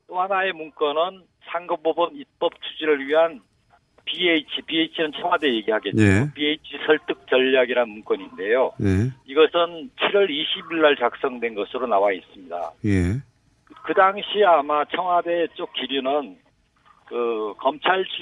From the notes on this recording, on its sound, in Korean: 전화연결